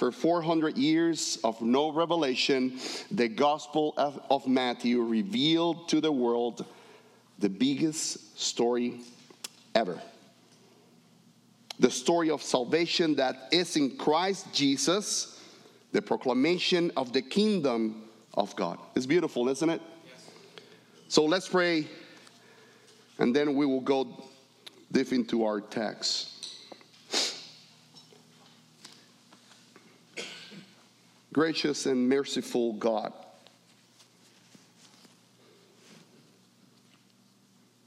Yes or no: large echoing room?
yes